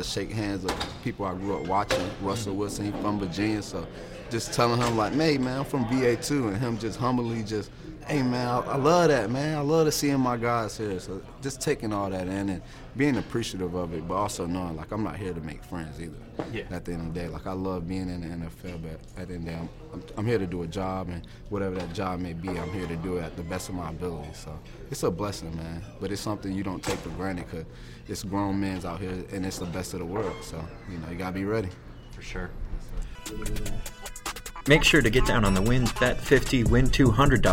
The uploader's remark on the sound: LIVE from Major League Football ($MLFB) Training Camp in Mobile